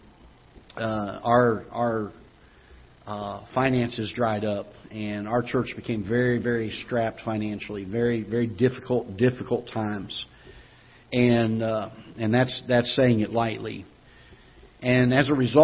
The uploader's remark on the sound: Ketha Heights Baptist Church ~ Live Broadcast